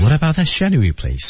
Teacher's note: place 是降调